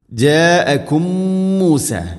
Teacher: ഒന്നാമത്തെ മീമിനെ അടുത്ത മീമിലേക്ക് കൂട്ടിലയിപ്പിച്ച് മണിച്ചുകൊണ്ട് ഉച്ചരിക്കുക · Term: ഇദ്ഗാമു തമാസിലൈൻ